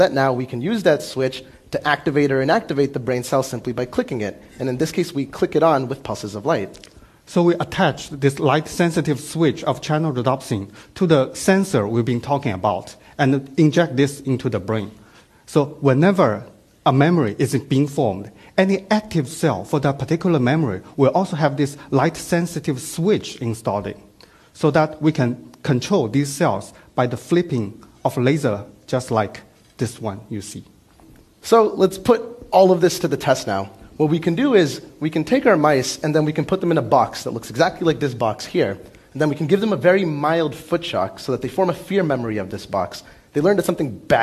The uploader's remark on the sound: Filmed at TEDxBoston